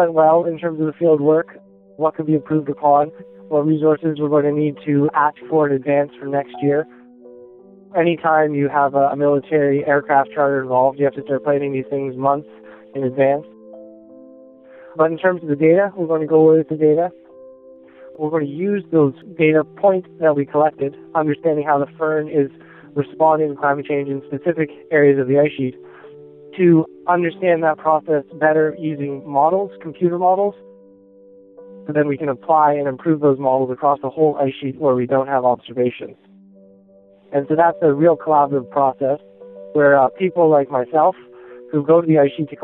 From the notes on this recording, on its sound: we got a hold of him by satellite phone as he was in Greenland on a 36 day research expedition led by NASA